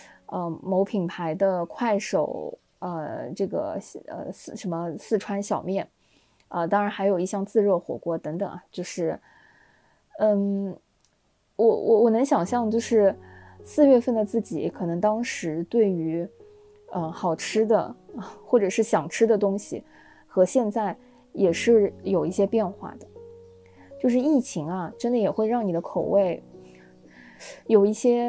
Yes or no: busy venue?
no